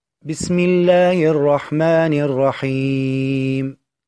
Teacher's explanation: فكلمة الرحيم ها هنا اعترض السكون حرف المد، وهو الياء الساكنة المكسور ما قبلها · Term: المد العارض